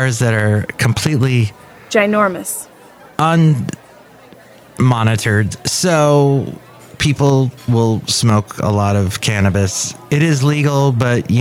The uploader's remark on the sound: podcasts live from Café Anyway